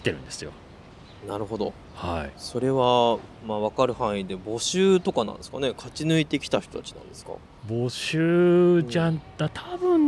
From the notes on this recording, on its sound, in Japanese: 半年ぶりに収録した場所はまさかの公園。少年たちがキャッチボールする姿を眺めながらの収録で。